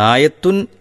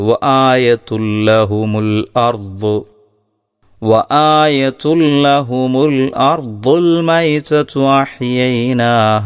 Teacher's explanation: എന്നാൽ അതിൻ്റെ ശേഷം ലാമ് വരുമ്പോൾ ആ ആയതുൻ എന്നതിൽ ഇൻ എന്ന വ്യക്തമായ ഉച്ചാരണം ഇല്ലാതെയാണ് ഉച്ചരിക്കേണ്ടത്. ആ തൻവീനിനെ തൊട്ടടുത്തുള്ള ലാമിലേക്ക് ലയിപ്പിച്ച് മണിക്കാതെ ഓതണം. · Shown in: second take